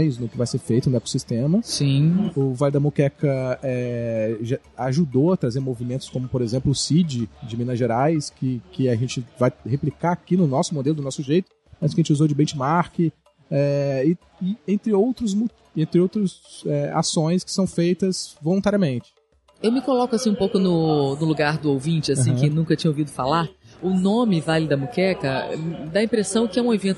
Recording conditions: busy venue